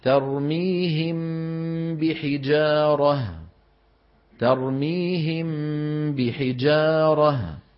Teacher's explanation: وورد من التلاوة النبوية مط هذه الغنة، وكأن هذا المط تأكيد على وجود الميم، كأن هذا المط تأكيد على وجود الميم خشية أن تأتي أجيال فيما بعد فتقول ترميه بحجارة. · Term: الإخفاء